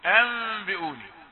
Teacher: النون الساكنة تتحول أولا إلى ميم، ثم لا نترك الميم يعني صريحة بل مخفاة نخفيها وفيها الغنة · Term: إخفاء